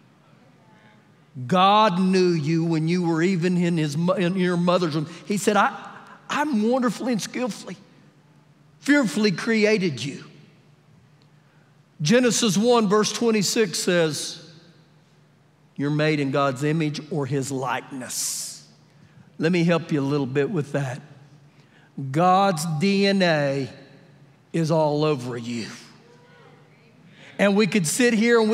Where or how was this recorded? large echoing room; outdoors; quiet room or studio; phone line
large echoing room